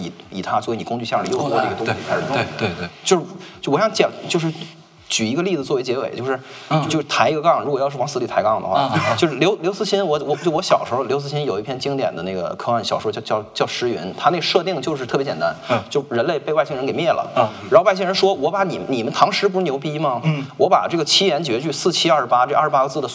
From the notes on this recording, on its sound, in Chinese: 贫道播客四月份在阿那亚参加声量The Power Of Voice。活动现场。